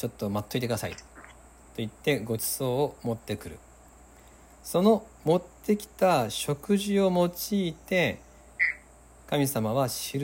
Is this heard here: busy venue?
no